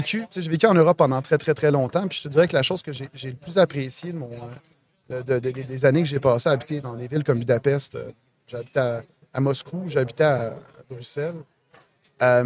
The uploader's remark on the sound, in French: en direct de Stratégies PME